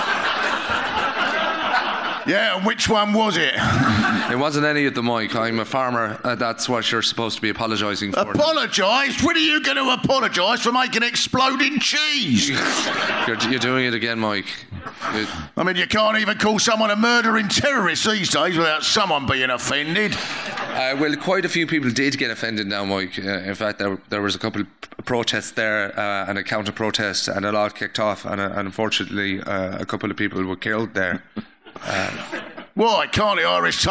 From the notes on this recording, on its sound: Live Special. A LIVE recording of the podcast.